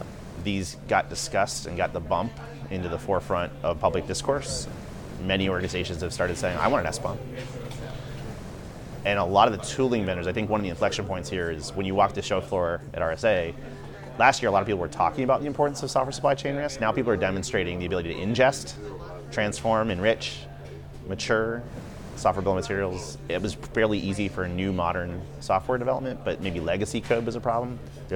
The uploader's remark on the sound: In this special Café edition of ConversingLabs. On the sidelines of the RSA Conference 2023 in San Francisco.